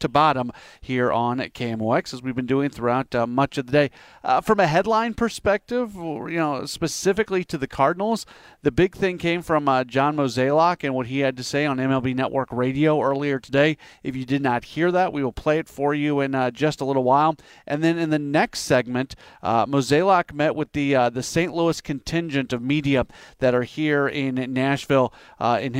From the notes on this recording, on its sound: broadcasts live from the MLB Winter Meetings in Nashville